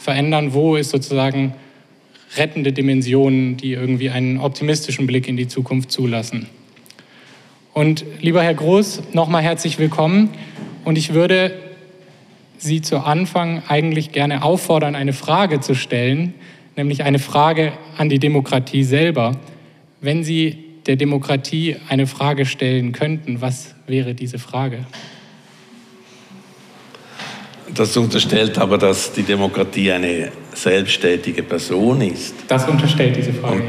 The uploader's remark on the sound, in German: Audiomitschnitt von der Veranstaltung UM Politics Talks. Im Unternehmen Mitte.